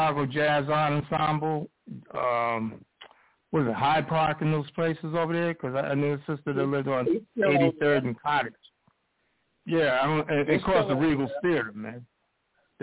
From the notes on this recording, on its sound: Live & Call-In